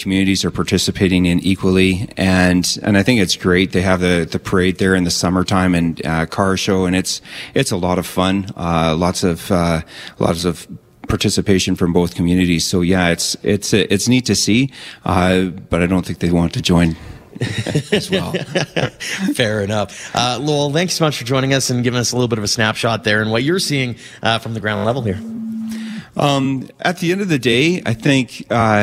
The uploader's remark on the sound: Join the show as we take you to Turner Valley and Black Diamond, live from the Eau Claire Distillery.